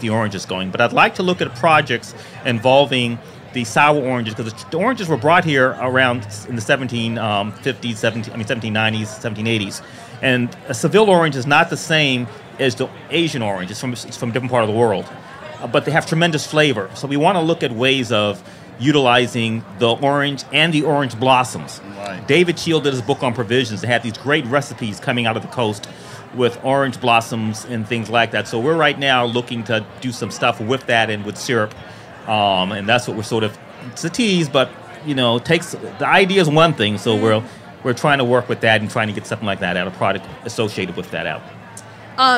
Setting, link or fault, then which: setting, busy venue